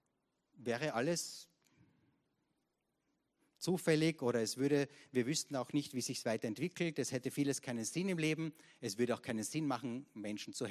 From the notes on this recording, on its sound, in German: Gottesdienst live aus der LIFE Church Wien.